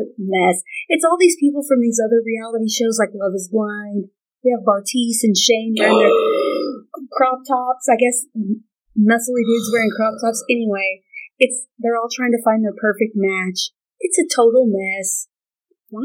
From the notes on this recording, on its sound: Our audio isn't great on this one. We're still working on our mic/sound adjustments.